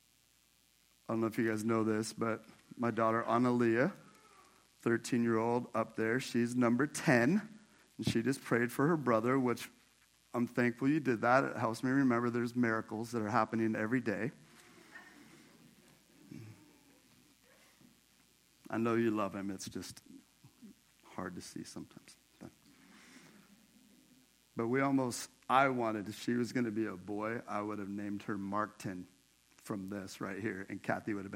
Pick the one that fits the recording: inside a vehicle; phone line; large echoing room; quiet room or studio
large echoing room